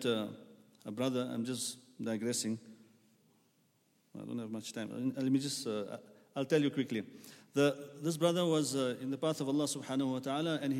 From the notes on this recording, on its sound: at the Houghton Masjid (West Street)